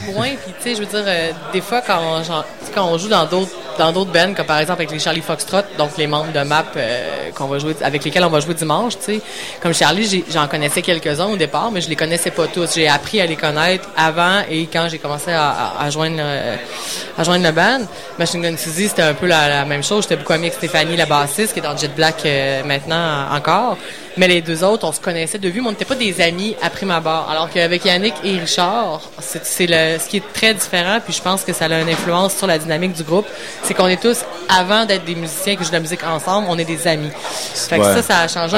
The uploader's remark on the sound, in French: Lors du Festival d'été de Québec sur les ondes de CKRL 89,1 en direct du bar Le Sacrilège.